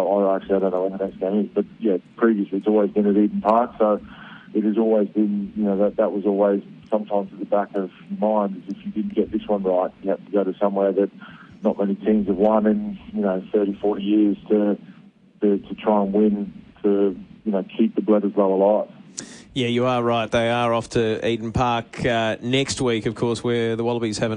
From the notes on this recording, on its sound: phones